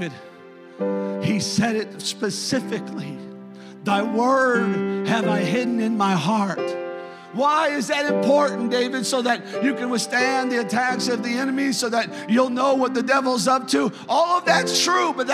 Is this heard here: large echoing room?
yes